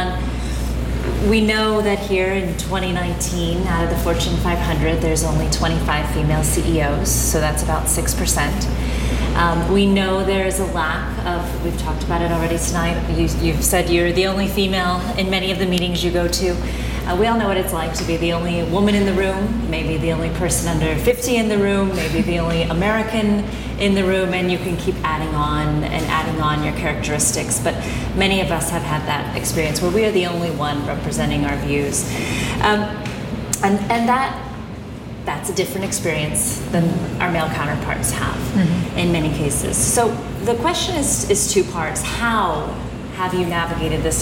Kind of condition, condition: setting, busy venue